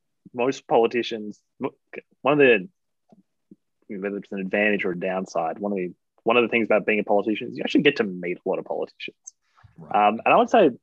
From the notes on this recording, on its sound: We chat over zoom